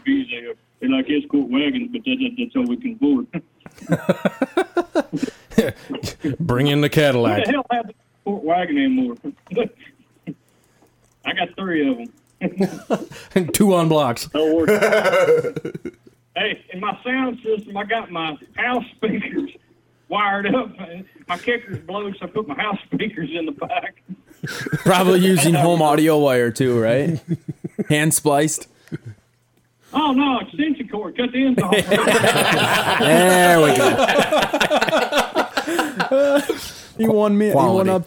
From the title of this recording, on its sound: The Call In Show